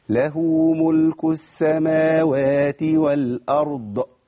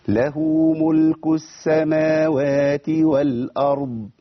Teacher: إن حضرتك تقف على الضاد وتمشي فيها صوت الرخاوة بس من غير ما تعمل ايه؟ مبالغة. · Shown in: second take